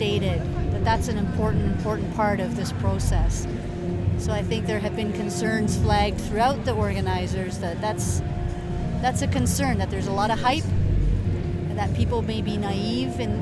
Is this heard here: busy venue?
yes